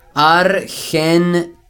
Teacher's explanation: Pues, como si la G fuera la EG del portugués y la R la pronunciamos vibrante